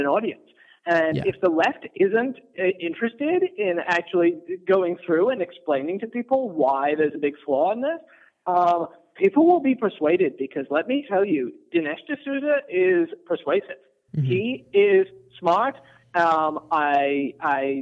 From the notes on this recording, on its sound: phone call with Current Affairs magazine